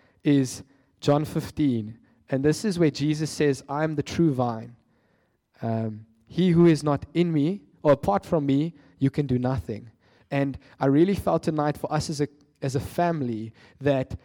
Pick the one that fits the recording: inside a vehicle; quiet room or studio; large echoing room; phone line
large echoing room